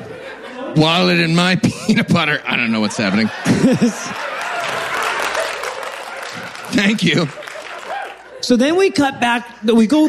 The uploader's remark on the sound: Live from Toronto